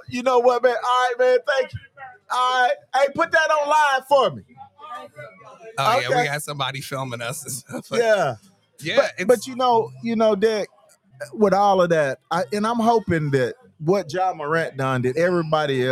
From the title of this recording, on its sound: Live at Juneteenth